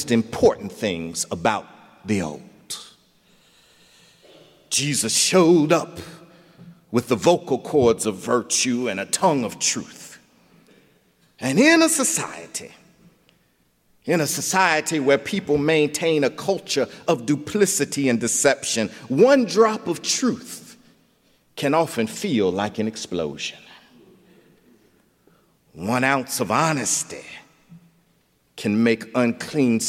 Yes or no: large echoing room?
yes